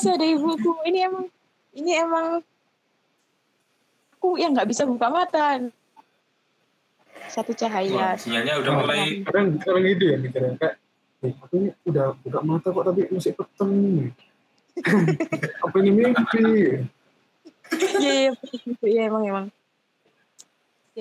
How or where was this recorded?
video call